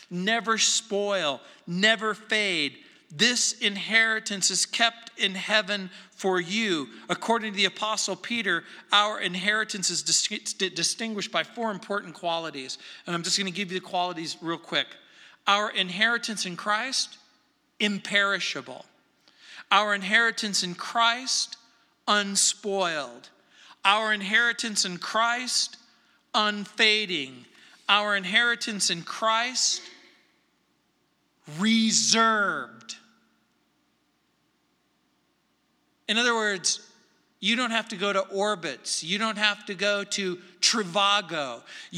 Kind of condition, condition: setting, large echoing room